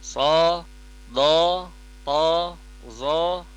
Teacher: Solnya kalau dilafazkan tebal itu dengan rahang terangkat dan kemudian tidak monyong ya. Huruf-huruf tebal itu memang bunyinya seperti o, tapi bibir kita tidak boleh monyong, tidak boleh so, do, to, zo, itu kalau monyong.